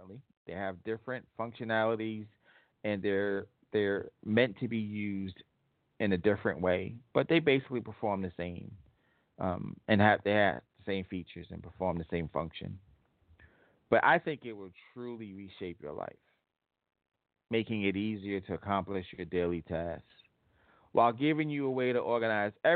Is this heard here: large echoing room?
no